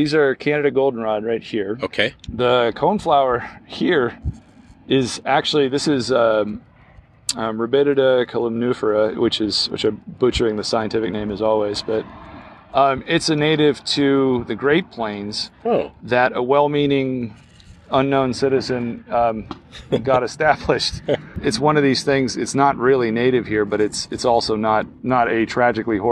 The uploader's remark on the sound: A field trip. As sounds from construction of new buildings surround the area.